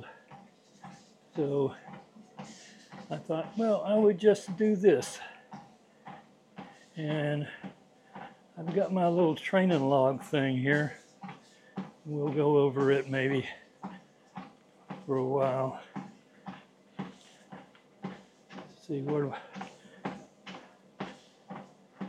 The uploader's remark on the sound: I recorded this podcast while I was on my treadmill. Recorded on a dji Mic2.